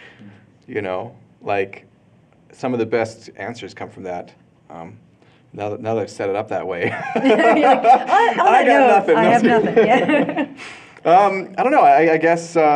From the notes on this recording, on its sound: Live in Calgary, AB. I participate in a live roundtable interview and conversation about podcasting.